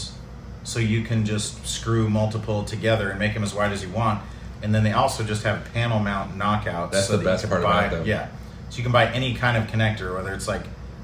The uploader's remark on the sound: Pardon the noise: this episode was recorded to a single mic in a cheap motel room